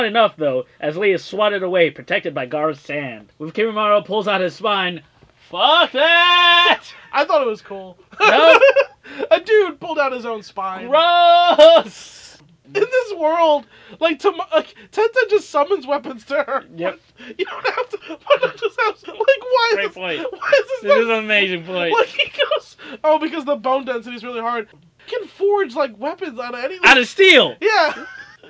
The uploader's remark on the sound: This episode is a little choppy as weve had problems with the recording